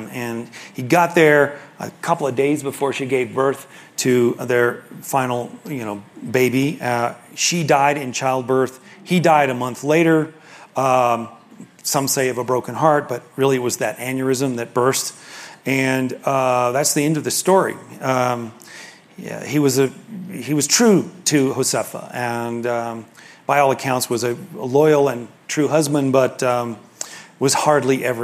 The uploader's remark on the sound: In front of an audience. This public event was part of a four-day seminar about the history of the 19th Century American West, which was hosted by the Aspen Institute's Society of Fellows.